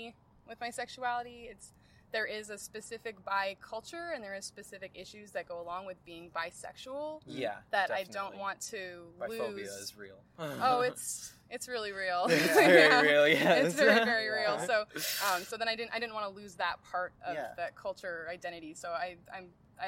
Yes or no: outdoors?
yes